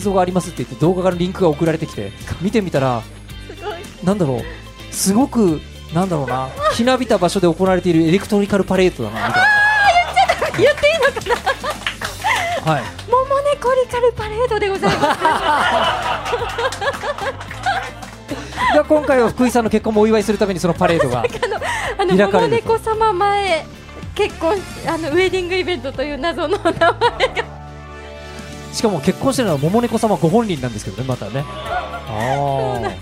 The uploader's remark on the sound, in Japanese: 実際にあるスナックをお借りして10月1日に公開収録を行っちゃいましたー！